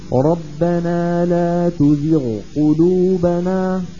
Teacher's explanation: الغين لوحد والقاف لوحد وإن تقاربا